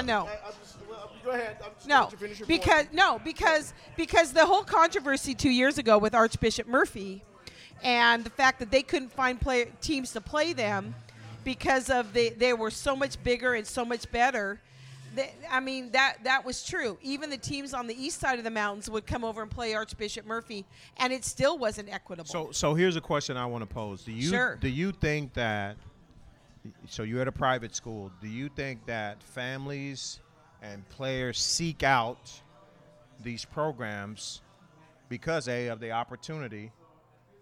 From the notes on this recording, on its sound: We are live from the Backyard in South Seattle!